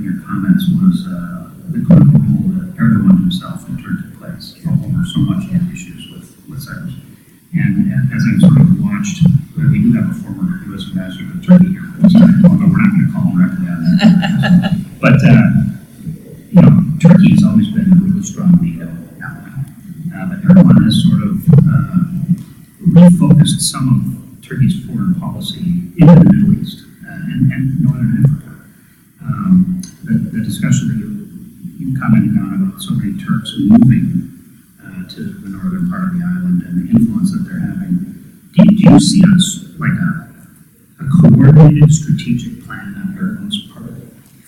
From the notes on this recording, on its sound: Event Recording.